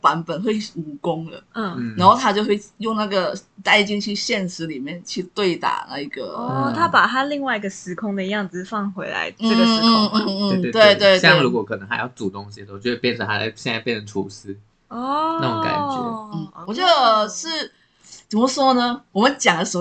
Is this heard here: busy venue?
no